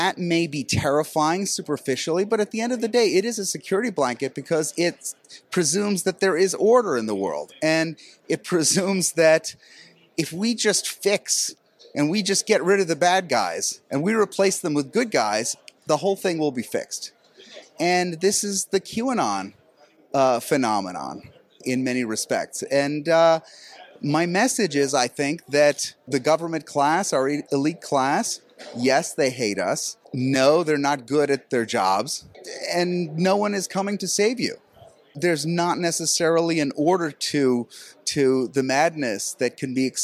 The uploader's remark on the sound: at the National Conservatism Conference in Florida